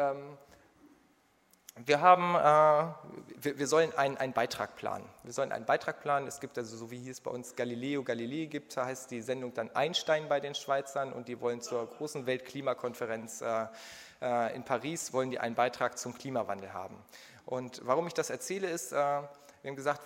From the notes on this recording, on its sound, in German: Zweites Panel der Konferenz «Auf der Flucht vor humanitären Krisen» vom 3.7.2015, Berlin.